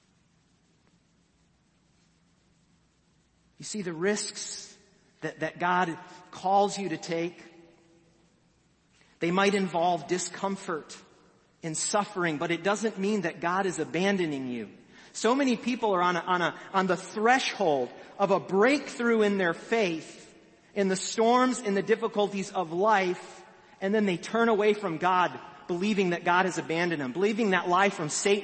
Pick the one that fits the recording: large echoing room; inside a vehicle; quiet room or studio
large echoing room